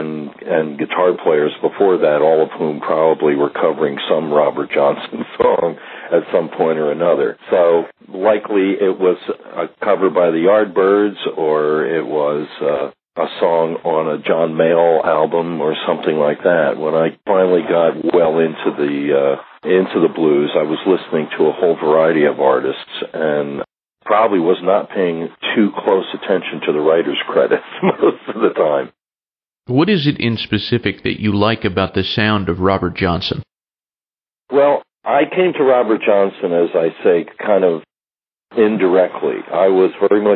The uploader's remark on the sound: We’ve got a phone interview from the archives